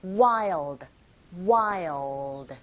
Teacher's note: 그래서 wild가 아니라 첫 번째 아 이 부분에 강세 주셔서 wild, wild.